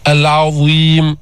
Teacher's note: من اللسان بالثاء الثاء أكتر من الظاء ما تطلع لسانك بالظاء الظاء بلامس أطراف الثنايا العليا بس مقدم اللسان يستعلي بيرتفع